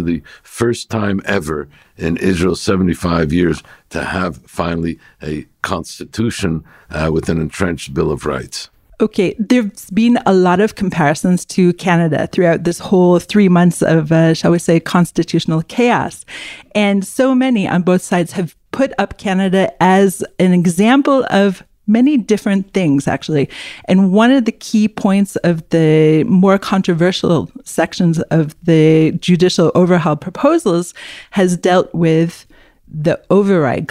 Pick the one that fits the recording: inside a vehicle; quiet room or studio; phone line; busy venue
quiet room or studio